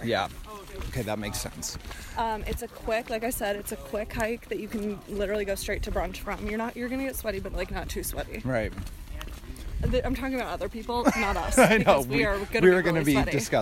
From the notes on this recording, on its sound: went to Runyon Canyon Park for a random hike and decided to record voice memos while they worked out